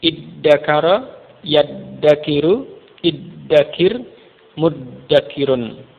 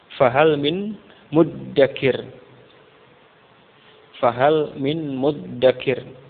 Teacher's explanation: zal pada fa kalimah itu pun kemudian berubah menjadi dal dan diidghamkan pada dal yang setelahnya, yakni dal yang merupakan perubahan dari ta tambahan.